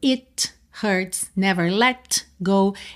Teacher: Perceba que a gente não ouve esses T's